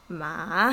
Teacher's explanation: third tone is down and then up again